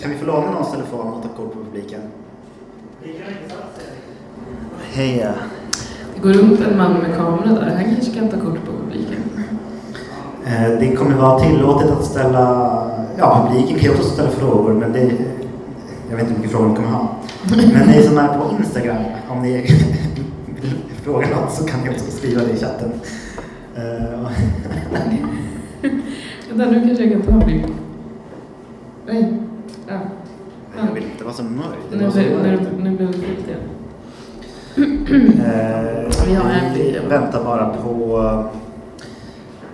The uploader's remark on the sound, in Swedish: Och så plötsligt satt vi och poddade inför en liten men fin publik. Lite sämre ljud, lite vildare och kanske lite punkigare.